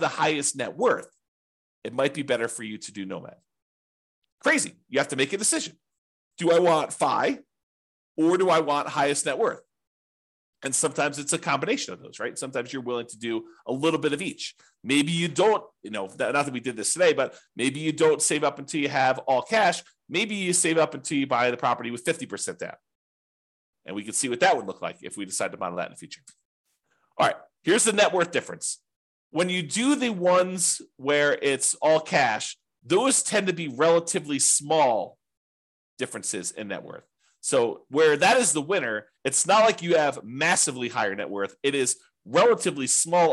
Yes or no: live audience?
no